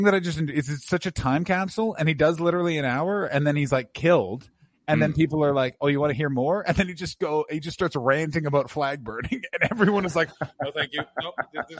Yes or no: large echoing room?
no